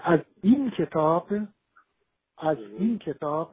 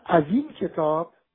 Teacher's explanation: اگر بگم از این کتاب، همزه اول این رو تلفظ نکردم، ولی زین تبدیل به یک هجا شده · Shown in: second take